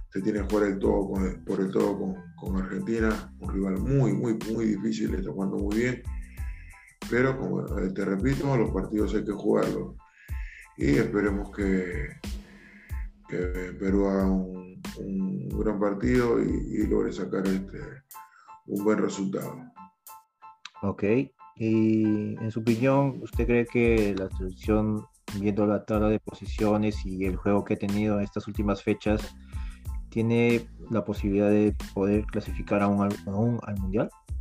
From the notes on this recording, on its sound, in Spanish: nos concedió una entrevista vía Zoom